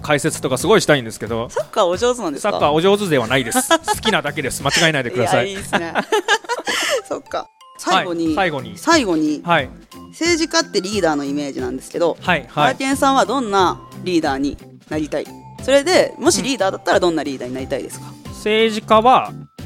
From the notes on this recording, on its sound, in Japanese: 岡山城地下広場にて行われた イベント『OKAYAMA INFLUENCER MEETING』。トークセッションの公開収録の場面をお届けします。